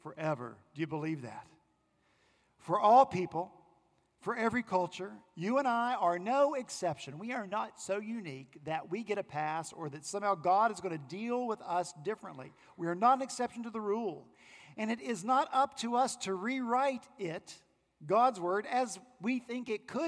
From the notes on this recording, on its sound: Our senior pastor at Redeemer Presbyterian Church in Charleston, SC, preached